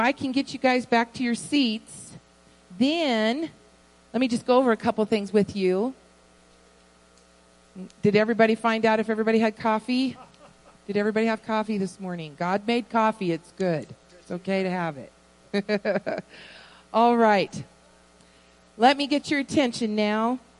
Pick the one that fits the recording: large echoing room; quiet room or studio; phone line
large echoing room